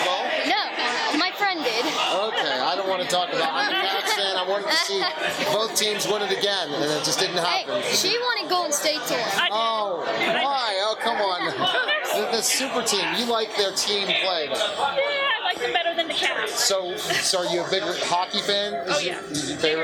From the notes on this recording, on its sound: Pittsburgh Penguin Fans lIve from Macys.